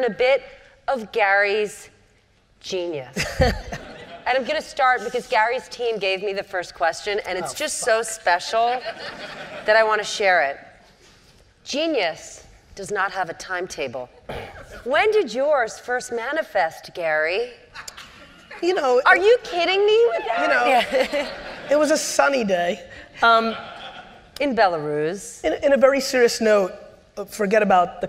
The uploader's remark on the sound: This was an all-time keynote. At the 92nd St Y.